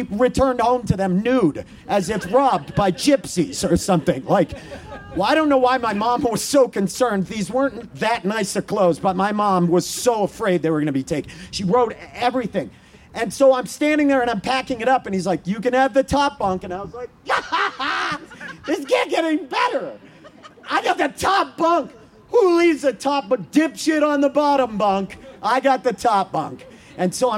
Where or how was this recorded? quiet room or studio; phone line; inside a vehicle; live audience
live audience